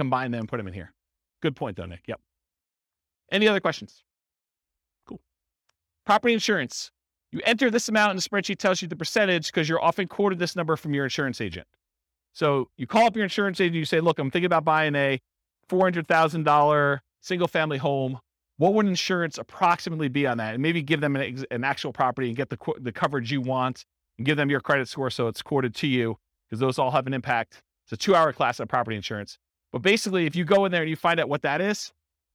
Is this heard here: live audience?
yes